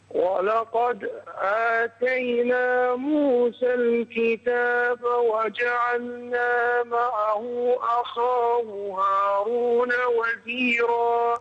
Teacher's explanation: قلقل الدال ولقد وفخم الخاء. أخاه، أخاه في أعلى مراتب التفخيم.